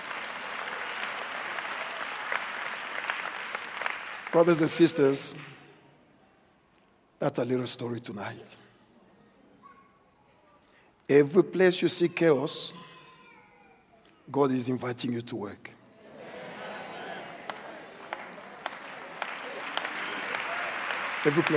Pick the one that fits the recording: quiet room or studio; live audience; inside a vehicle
live audience